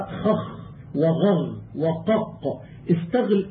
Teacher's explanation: ألا ترى أنك إذا نطقت بالغين والخاء المعجمتين والقاف وقلت خخ وغر وقق استعلى أقصى اللسان إلى الحنك من غير إطباق · Term: الاستعلاء